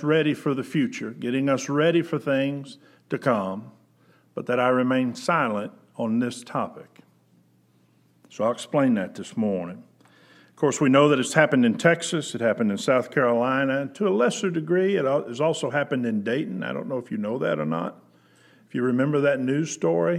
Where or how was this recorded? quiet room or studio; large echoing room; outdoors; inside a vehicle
large echoing room